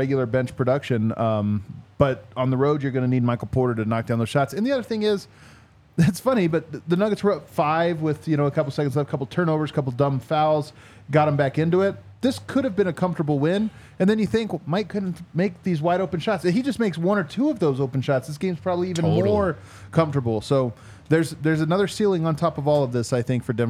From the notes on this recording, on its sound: come to you LIVE from the DNVR Bar